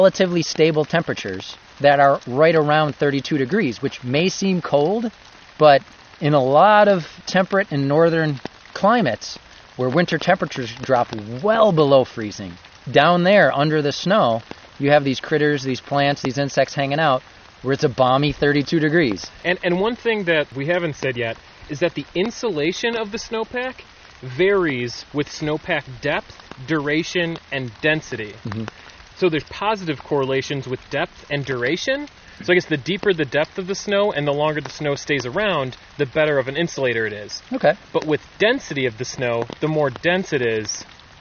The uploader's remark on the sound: This episode was recorded in the Shale Creek section of Chestnut Ridge Park, located in Orchard Park, NY.